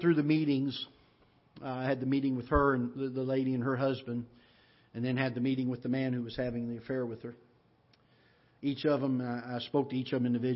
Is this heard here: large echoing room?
yes